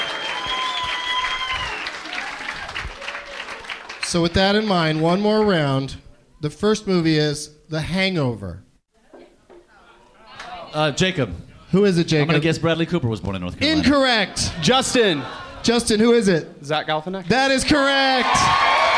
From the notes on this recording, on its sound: Live from the Comedy Zone in Charlotte, NC